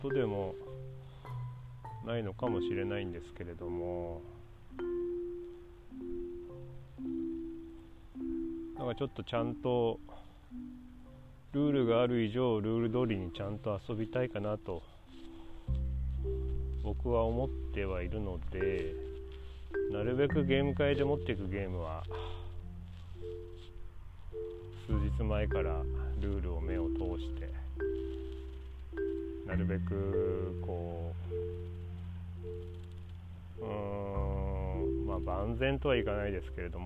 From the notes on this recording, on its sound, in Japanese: 外での収録なので自然の音が入ってます